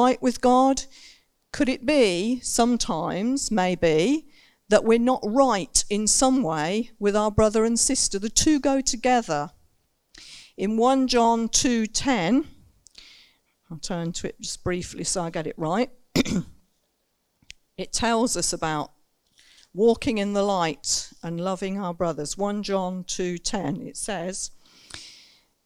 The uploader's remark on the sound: Recorded Live In Saxon Hall, Raunds. (limited amount of people as in lockdown).